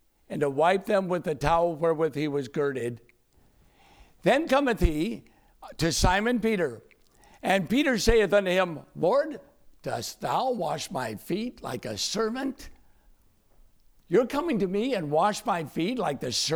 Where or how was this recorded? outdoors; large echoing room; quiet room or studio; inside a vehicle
large echoing room